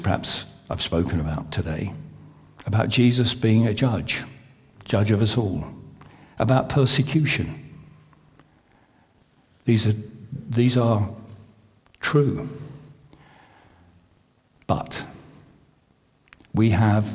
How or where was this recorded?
large echoing room